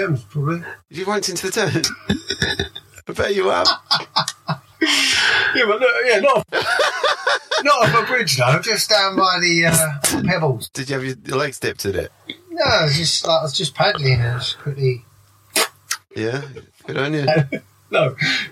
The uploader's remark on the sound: We had many technical difficulties.